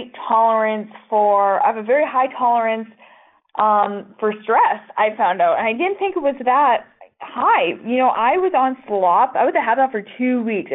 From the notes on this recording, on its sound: This is our phone interview